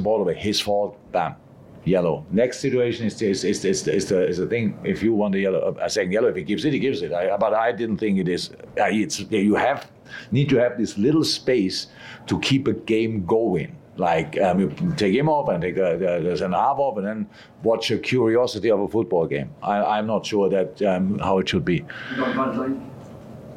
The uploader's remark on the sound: LFC Post-Match Press Conference